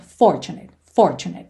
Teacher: essa palavra tem a sílaba tônica na primeira sílaba